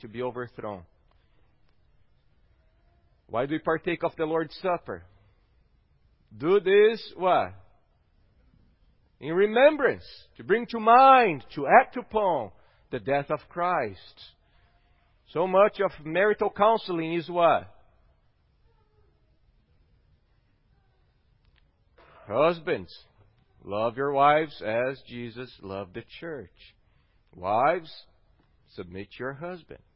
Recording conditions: large echoing room